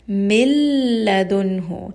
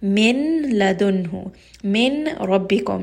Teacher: you are not going to hear that noon sound at all. · Shown in: first take · Term: without ghunna